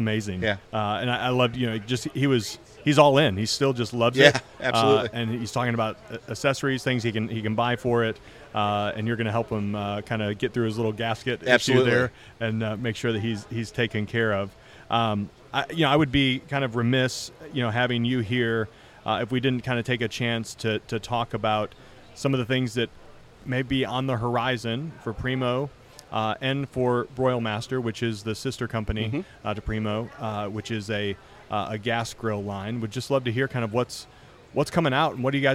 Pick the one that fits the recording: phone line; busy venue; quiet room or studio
busy venue